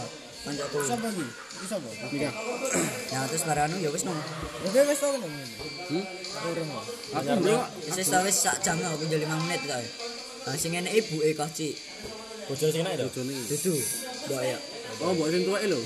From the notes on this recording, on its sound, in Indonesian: Mohon Maaf kalau audio-nya kresek - kresek